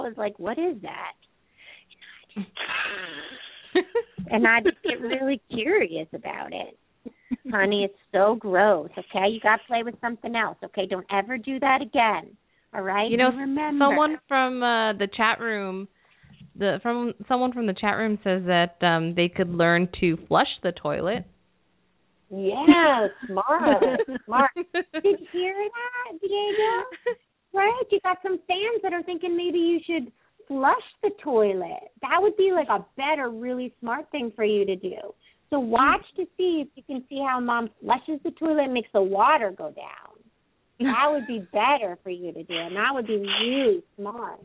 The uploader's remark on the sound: Open up the lines for listeners to call.